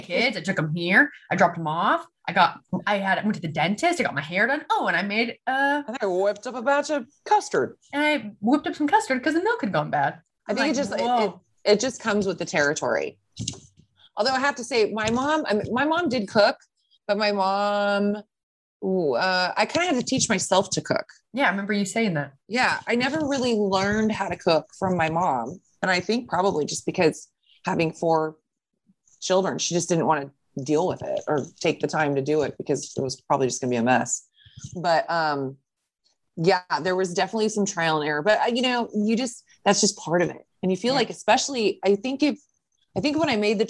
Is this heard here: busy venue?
no